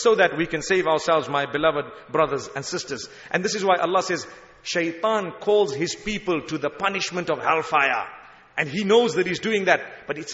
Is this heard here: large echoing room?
yes